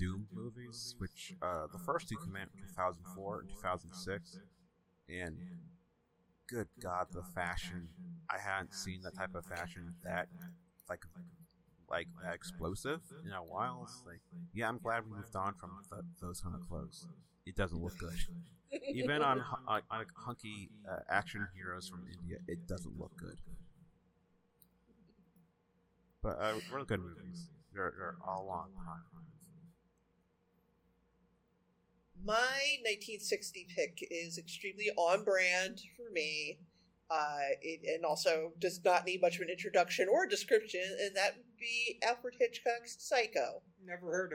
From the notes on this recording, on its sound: Quick warning: the audio isn't up to standard but I tried to make it work as much as I could.